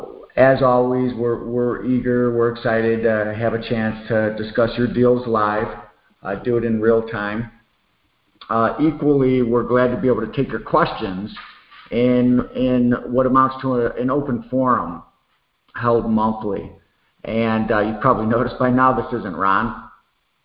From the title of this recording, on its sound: Q&A Call